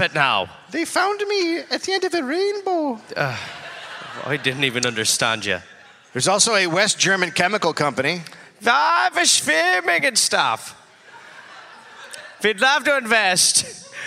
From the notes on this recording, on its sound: Recorded live in Houston.